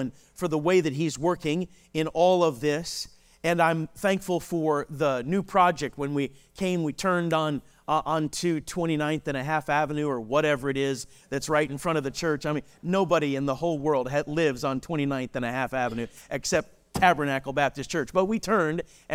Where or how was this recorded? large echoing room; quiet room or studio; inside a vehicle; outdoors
large echoing room